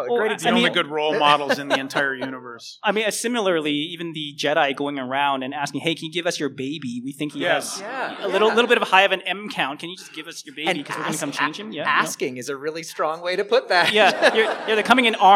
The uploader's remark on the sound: Manda-law-rian panel at the Calgary Comic Expo. Recorded April 29, 2023 at the Calgary Comics & Entertainment Expo, Calgary, Alberta.